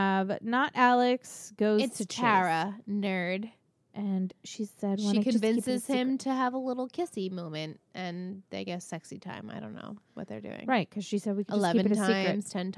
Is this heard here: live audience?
no